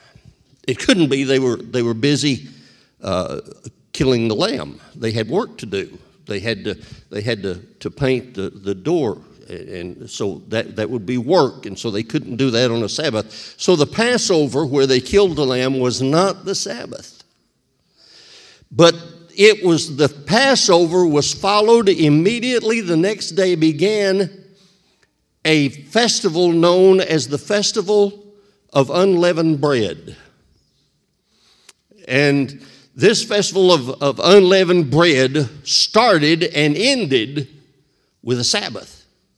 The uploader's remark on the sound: This sermon was recorded live on May 1st, 2022 at Newark United Pentecostal Church.